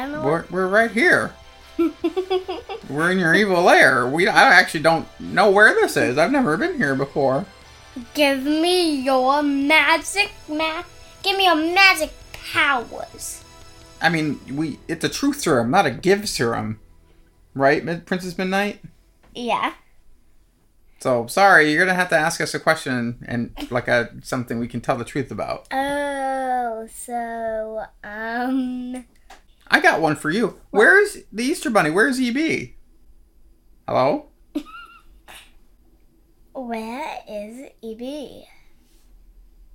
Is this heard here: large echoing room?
no